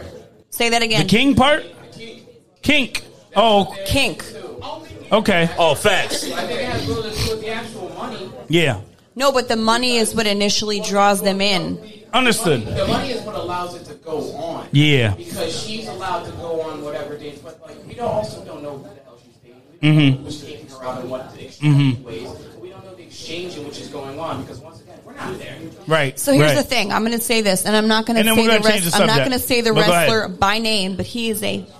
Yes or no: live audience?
yes